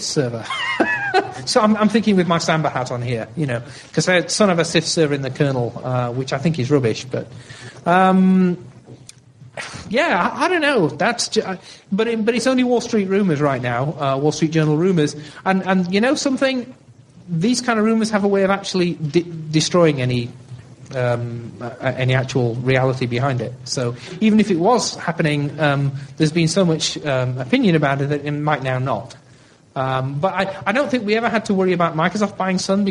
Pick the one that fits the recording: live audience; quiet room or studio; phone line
live audience